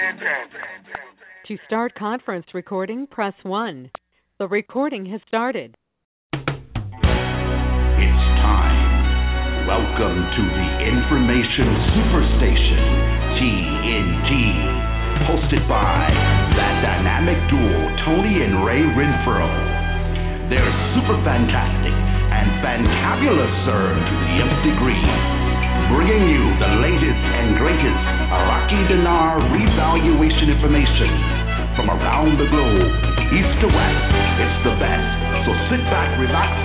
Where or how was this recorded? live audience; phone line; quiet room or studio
phone line